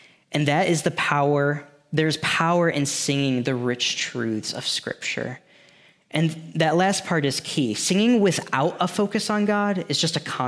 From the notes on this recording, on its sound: Thanks for listening to this audio from New City Church in Champaign-Urbana, IL.